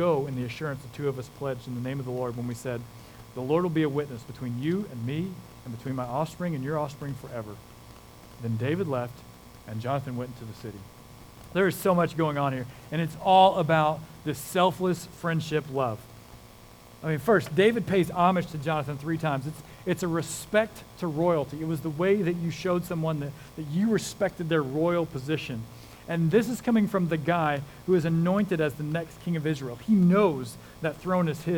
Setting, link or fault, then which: setting, large echoing room